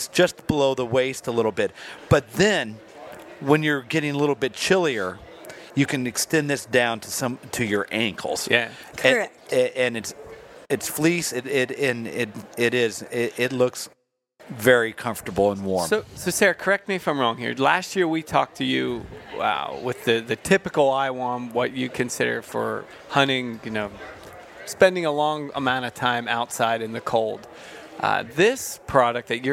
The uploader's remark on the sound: We are live from the Great American Outdoor Show 2018 in Harrisburg, Pa.